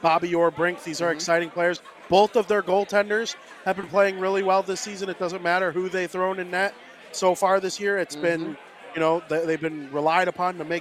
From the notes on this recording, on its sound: Live from American Whiskey